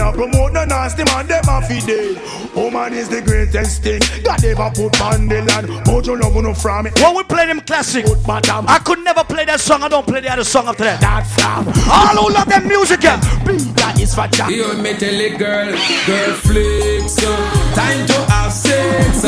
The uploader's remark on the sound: PHOENIX LOUNGE FEVER SATURDAYS MARCH 9TH.2019 LIVE AUDIO. VIRGINIA BEACH.